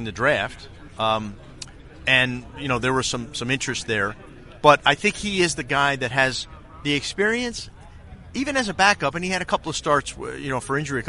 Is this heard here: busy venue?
yes